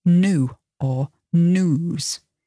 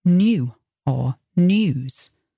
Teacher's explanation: But the American pronunciation is more as though it's spelt N-O-O or N-O-O-S, new or news. And the British pronunciation, well, it's as though there is a letter Y in there · Shown in: second take